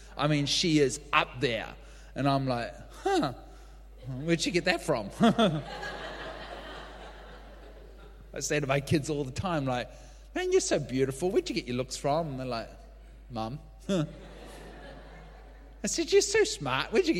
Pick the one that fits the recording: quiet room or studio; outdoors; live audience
live audience